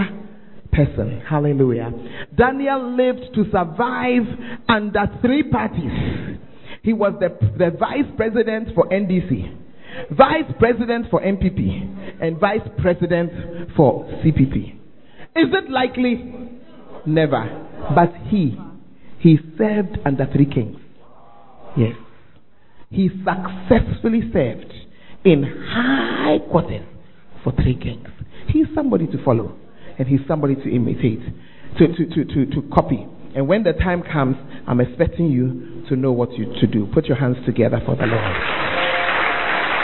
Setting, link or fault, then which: setting, large echoing room